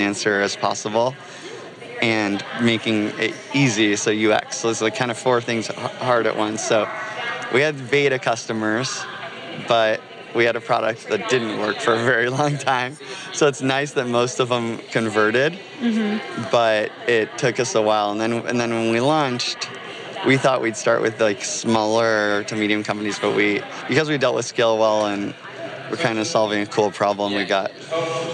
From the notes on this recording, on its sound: The 3Pillar team interviews many of the speakers and attendees at Industry Summit 2017, a product- focused conference that features talks from a wide range of product leaders and tech visionaries.